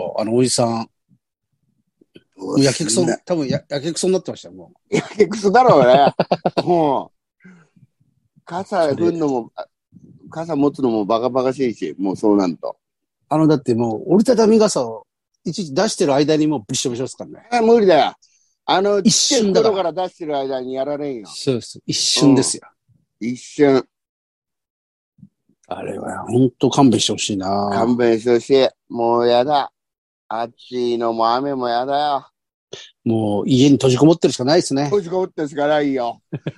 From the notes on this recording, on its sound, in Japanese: ZOOMで収録